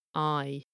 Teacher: So instead of ah, it's more like I. You notice it's going from an ah to an e sound, I. Real linguists would use the term diphthong, meaning a double vowel sound.